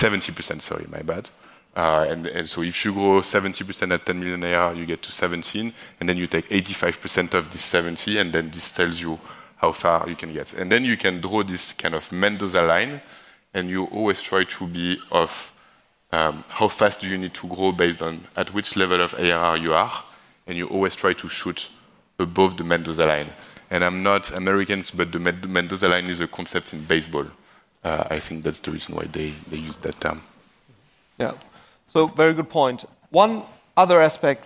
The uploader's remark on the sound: This time no interview, but part of the recording from the ARRtist Summit 2023 VC Panel on efficient growth.